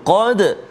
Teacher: pangkal lidah dia duduk belakang uh, belakang pangkal lidah tu dekat dengan anak tekak · Term: qaf